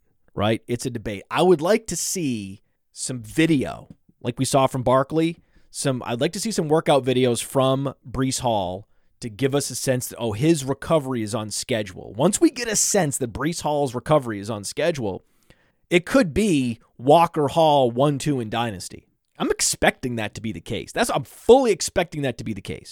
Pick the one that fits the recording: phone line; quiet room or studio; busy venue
quiet room or studio